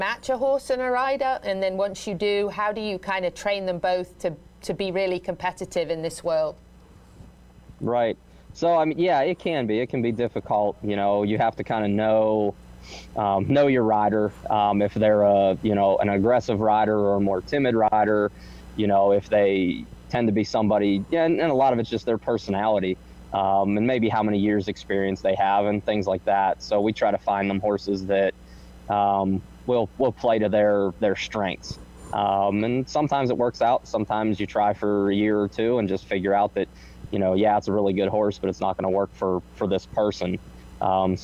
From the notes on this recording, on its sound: live from a horse show in Pennsylvania